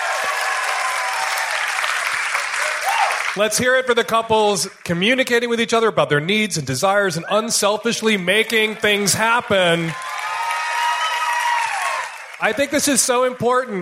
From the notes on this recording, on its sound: Valentine's Day Show Live in Portland.